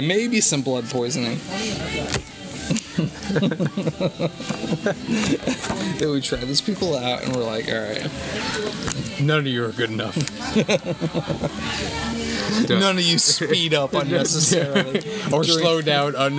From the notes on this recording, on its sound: Join us this week for another special post-gig podcast recorded at Denny's.